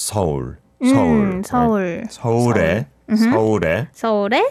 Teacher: Although it is two syllables, 서울, it really does blend together a lot.